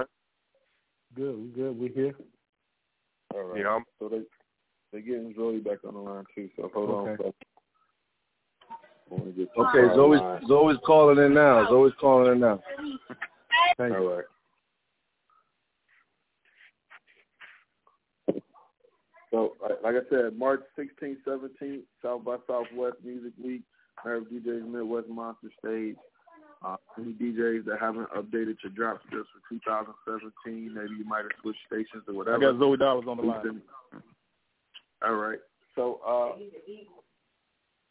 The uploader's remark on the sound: The Nerve DJs Bi-Weekly Conference Call